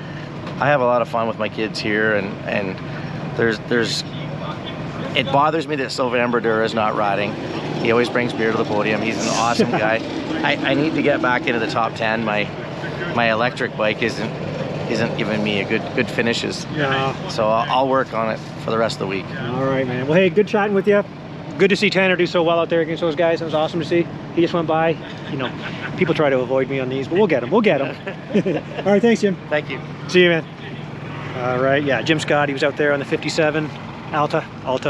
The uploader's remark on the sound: 2023 TransCan Day 1 Walk And Talk Podcast